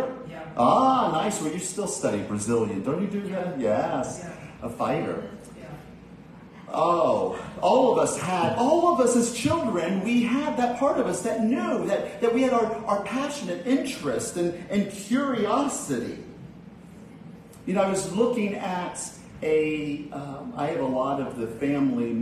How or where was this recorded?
large echoing room